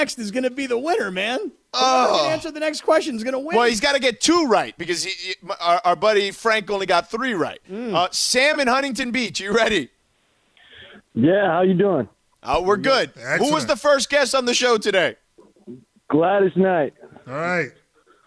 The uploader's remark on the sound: Calls in the show.